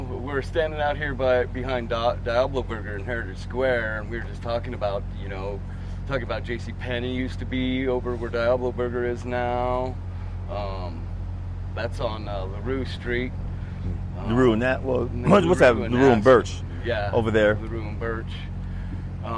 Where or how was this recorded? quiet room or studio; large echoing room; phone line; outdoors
outdoors